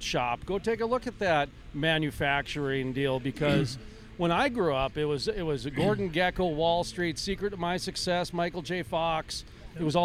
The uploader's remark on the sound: Living The Crude Life Live Recording Session at the Bakken BBQ.